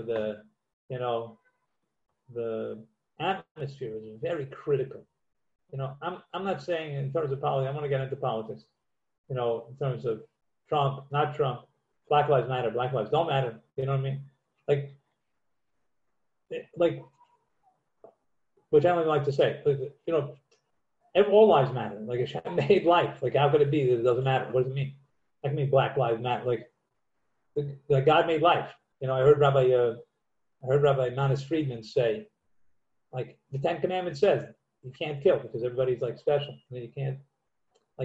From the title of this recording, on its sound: Live on Zoom 7-6-2020